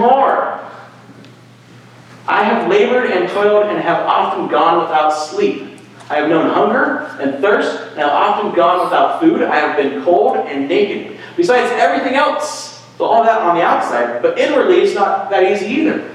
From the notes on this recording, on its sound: Sorry about the room audio this week… maybe it’ll feel like you’re actually there?